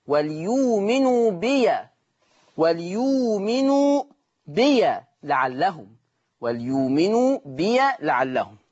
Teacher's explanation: قرأ ورش بفتح ياء بي وصلا